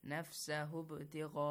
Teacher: Then ba is sakin, produce an echoing sound. Qalqala. Yes.